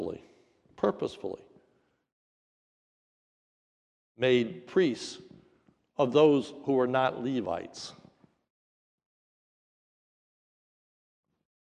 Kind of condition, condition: setting, large echoing room